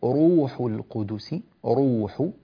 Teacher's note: الراء المضمومة قل نزله روح القدس، روح هكذا نضم الراء وهكذا نفخم الراء لأنها مضمومة